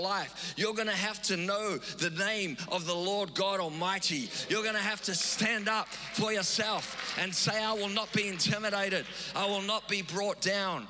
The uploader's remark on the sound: Recorded live on Sunday the 22nd May 2022